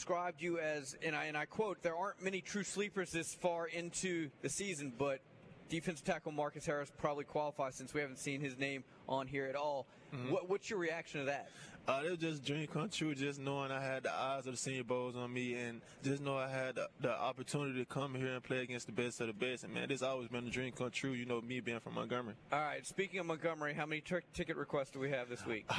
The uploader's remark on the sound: LIVE from day two of The Senior Bowl!